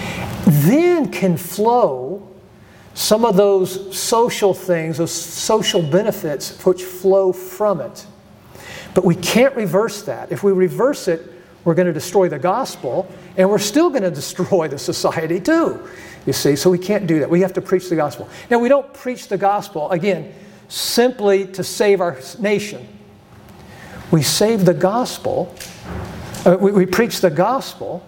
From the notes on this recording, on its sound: presents for the third session at the Be Not Conformed Conference in June of 2023